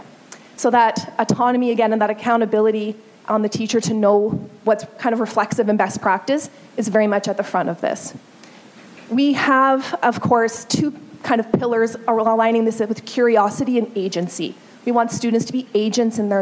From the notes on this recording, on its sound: A session from a LeadMeet gathering that was held at the Royal Glenora Club in Edmonton. LeadMeets are evening gatherings organized by the CSL where local leaders share their tips for positively impacting student learning.